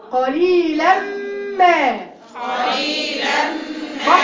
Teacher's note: هتخش على الميم على طول، مش هتنطقي النون خالص · Term: غنه